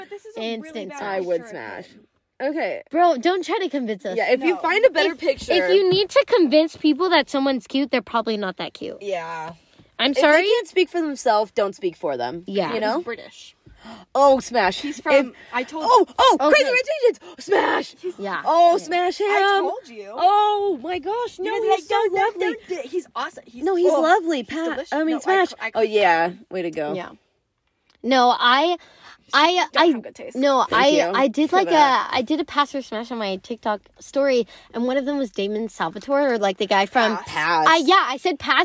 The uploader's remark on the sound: join me to talk about girl talk in the car